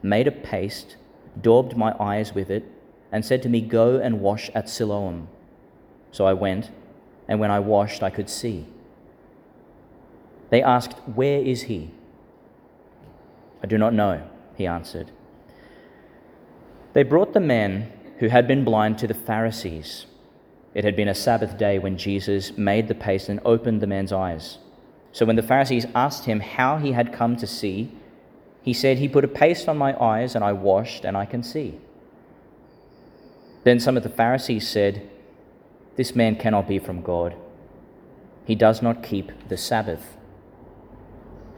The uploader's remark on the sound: Homily for Laetar Sunday, the Fourth Sunday (of Year A) in Lent, 2022, delivered in St Agnes Church, Agnes Waters, Qld.